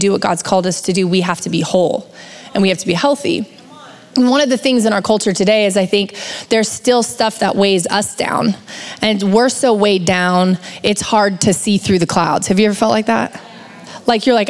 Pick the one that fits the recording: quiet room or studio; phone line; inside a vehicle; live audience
live audience